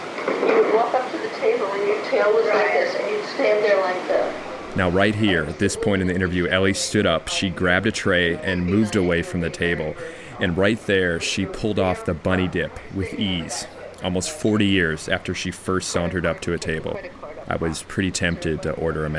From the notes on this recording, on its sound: I taped conversation on one of those old school microcassette recorders. Upper West Side of Manhattan at Elle's Restaurant // Microcassette recorder.